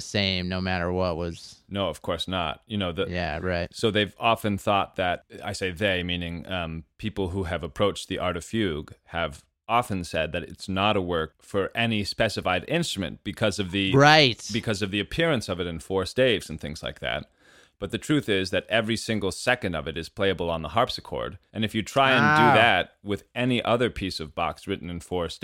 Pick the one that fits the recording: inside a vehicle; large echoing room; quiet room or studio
quiet room or studio